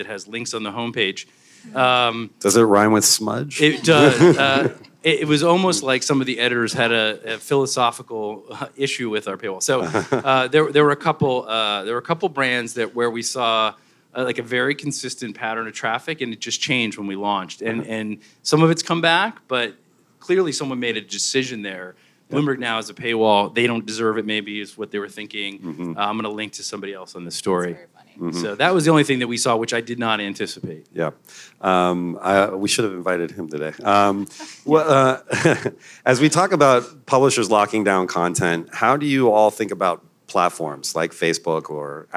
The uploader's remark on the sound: Live from Ad Age: Next. Last week in New York, Ad Age brought together execs from some of the best media brands in the world. This podcast is a live recording of a conversation with three of them.